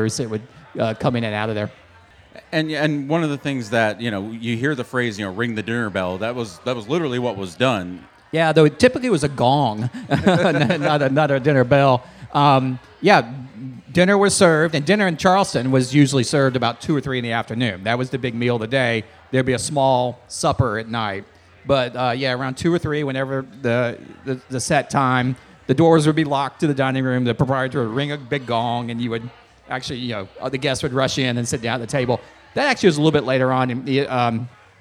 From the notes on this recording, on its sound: We were elated to once again sit down at the Charleston Wine and Food Festival.